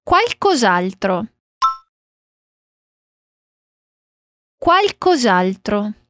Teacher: Agora, ele diz a palavra qualcosa e a palavra altro. Mas aqui a gente emenda o som tirando o último A de qualcosa